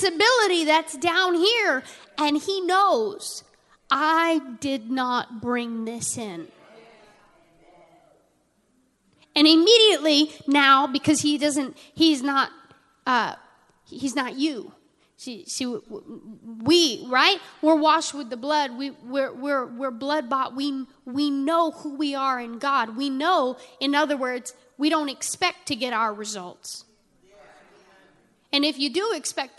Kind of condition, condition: setting, large echoing room